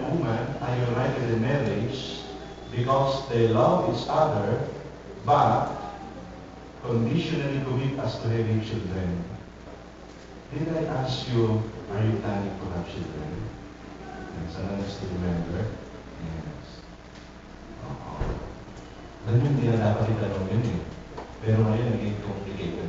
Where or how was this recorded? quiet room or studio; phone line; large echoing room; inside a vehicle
large echoing room